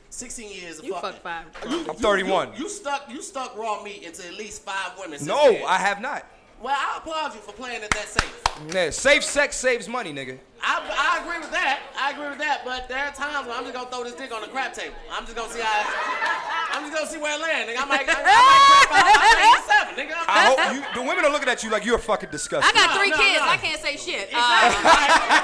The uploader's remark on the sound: Live From Los Angeles. I would like to thank everyone who came out to see the live podcast in Los Angeles.